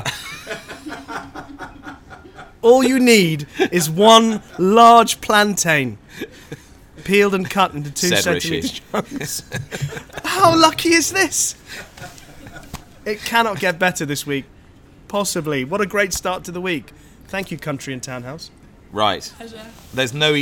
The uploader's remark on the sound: brought you from the Fitzdares Club on the racecourse